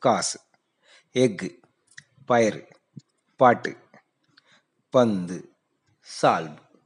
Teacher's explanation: கடைசியில் உகரம் வரும்போது நாம் அதனுடைய மாத்திரை அளவை குறைந்து ஒழிக்கிறோம் · Term: குற்றிய லுகரம்